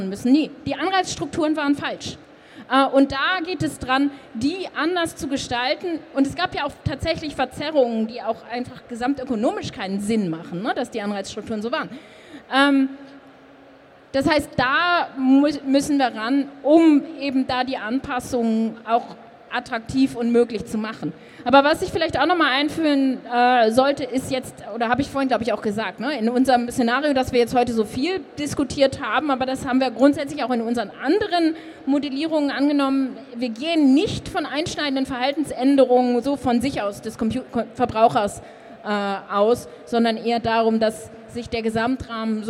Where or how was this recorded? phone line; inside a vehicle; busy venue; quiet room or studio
busy venue